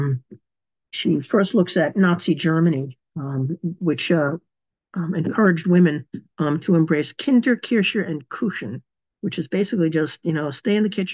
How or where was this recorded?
video call